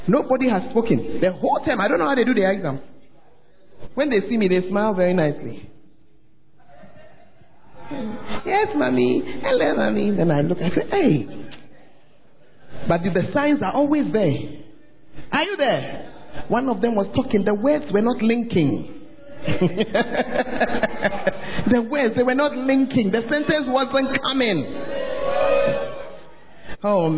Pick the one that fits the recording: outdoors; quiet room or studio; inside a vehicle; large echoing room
large echoing room